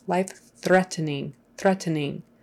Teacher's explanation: That EN is going to be I or eh